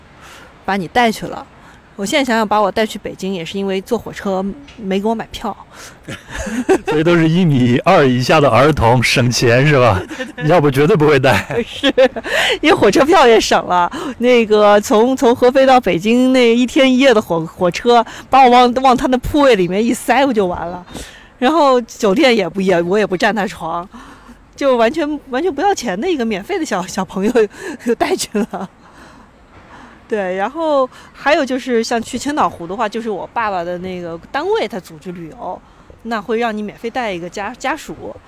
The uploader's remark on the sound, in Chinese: 录制地点在北京房山区大石河畔，您能听到树上的蝉鸣、马路上的车声和不远处游泳的小孩子们的喧闹。